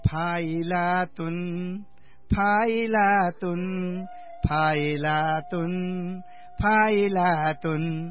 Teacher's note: फा दीर्घ भयो, ई ह्रस्व भयो, ला दीर्घ भयो, तुन दीर्घ भयो। फाइलातुन फाइलातुन फाइलातुन फाइलातुन यस्तो भन्ने भयो यहाँबाट।